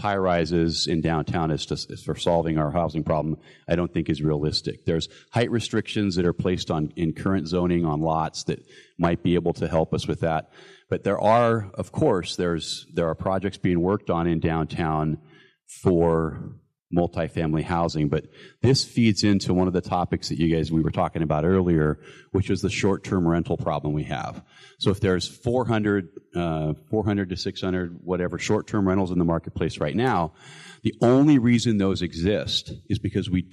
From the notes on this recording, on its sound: Features sessions from the Anchorage Assembly's Community Housing Action Summit. The event was open to the public and consisted of speakers discussing the issues behind the city's housing shortage, solutions to the issue and breakout sessions for more in-depth discussions. This event was recorded on November 3 at the UAA Student Union.